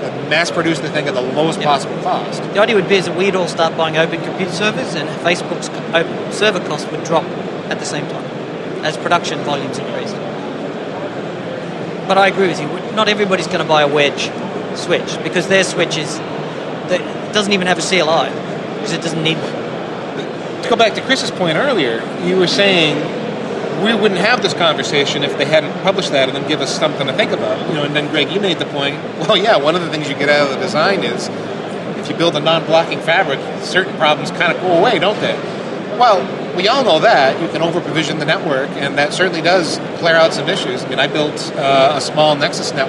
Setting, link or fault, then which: setting, busy venue